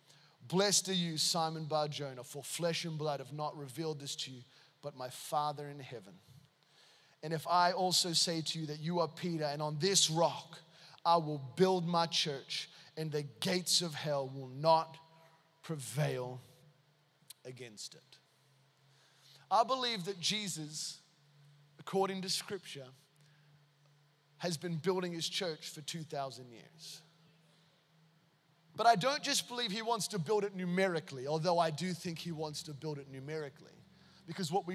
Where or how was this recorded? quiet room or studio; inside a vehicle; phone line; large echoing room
large echoing room